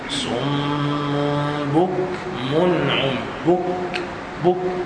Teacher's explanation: كاف من حروف الهمس، همس لا يسمع، لا يسمع الا القريب